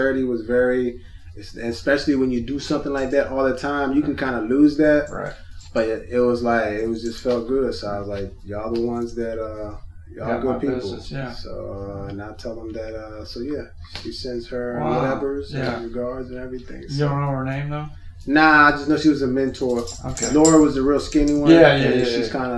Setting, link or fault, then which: fault, poor sound quality